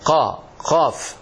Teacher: القاف من اللسان، نعم القاف من اللسان، فتقرأه هكذا من أقصى اللسان